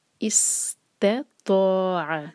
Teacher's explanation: سین پر ہمیشہ وسل جیسا ساؤنڈ آنا چاہیے، سی ٹی کی آواز